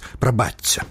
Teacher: паводле правілаў мілагучнага беларускага вымаўлення шыпячы гук прыпадабняецца да наступнага свісцячага. Пажадана казаць «прабачце».